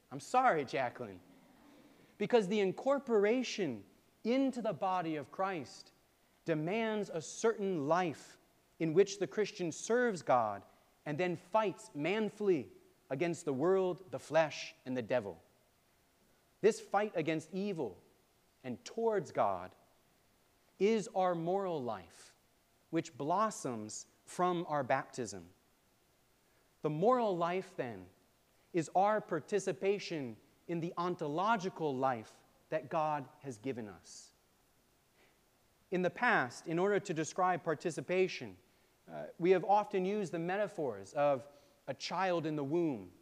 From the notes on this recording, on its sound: preached on June 18, 2023 at All Saints Anglican Church in Charlottesville, VA